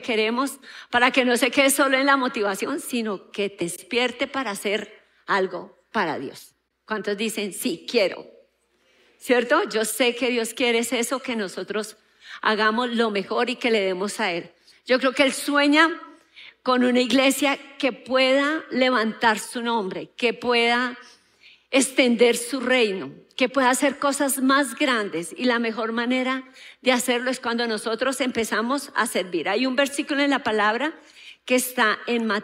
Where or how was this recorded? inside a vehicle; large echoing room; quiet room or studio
large echoing room